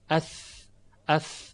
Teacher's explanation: تنها تفاوتی که دارن در اینه که حرف ذال صفت جهر دارد، مجهور است، یعنی موقع تلفظش تارهای صوتی در حنجره مرتعش میشوند، اذ مضافاً بر اینکه خود زبان هم یه ارتعاشی داره، و در تلفظ حرف ثا جهر وجود نداره بلکه همس، صفت همس وجود داره، یعنی محموس هست این حرف، یعنی تارای صوتی ارتعاش ندارن. اث تنها و تنها دمش هواست، یعنی احتکاک و سایش هوا.